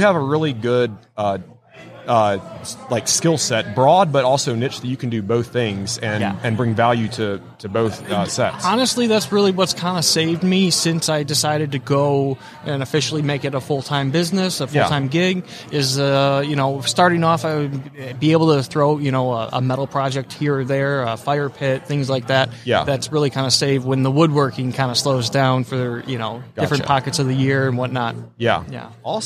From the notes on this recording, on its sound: LIVE from WORKBENCHcon 2022